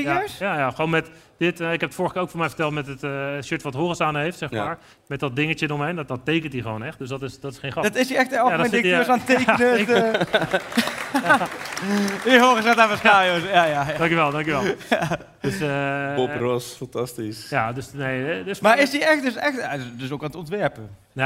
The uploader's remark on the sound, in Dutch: THEATERSHOW. Naar de Melkweg in Amsterdam voor de opname van de vijfde aflevering van seizoen twee. Gelukkig kwam er ook publiek en een aantal leuke gasten.